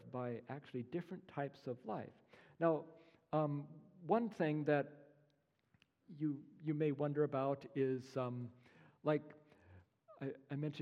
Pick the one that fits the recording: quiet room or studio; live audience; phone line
live audience